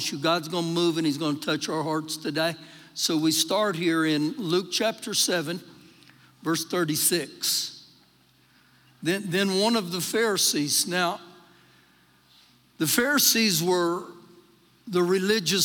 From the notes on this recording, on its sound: Recorded live during our Wednesday night service